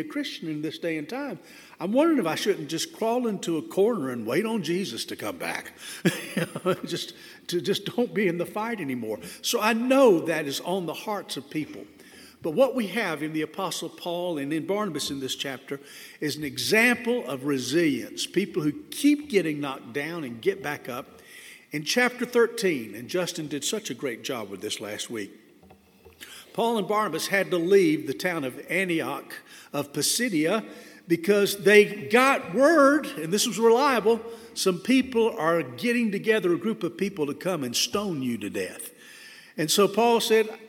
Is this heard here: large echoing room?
yes